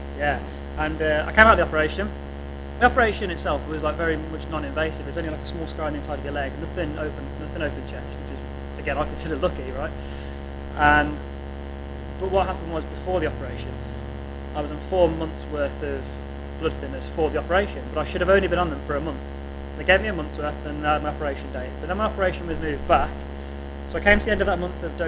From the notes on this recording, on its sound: Apoligies in advance for the sound quality in this episode. During the Interview I experienced some feedback on the Mic.